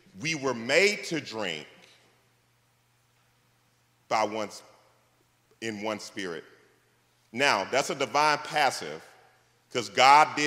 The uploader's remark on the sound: This message was delivered on February 11th 2024 at New City Fellowship West End in St. Louis, MO.